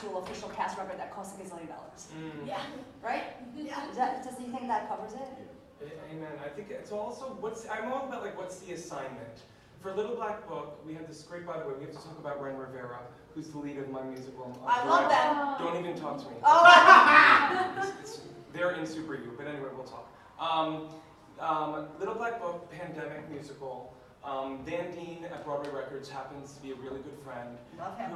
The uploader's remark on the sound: Live from BroadwayCon. Hosts a panel at BroadwayCon.